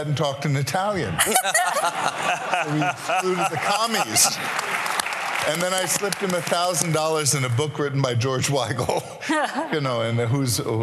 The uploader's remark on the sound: For this episode, we’re presenting the final evening plenary from Acton University 2022. This plenary was a panel discussion.